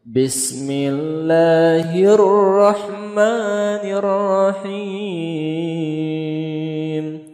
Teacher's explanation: Ma-nya naik kemudian him-nya turun